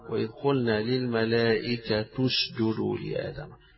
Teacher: التاء مكسورة ولكن تنطق مضمومة ليقا للإتباع، إتباع الحركة، الحركة يعني للتسهيل في القراءة.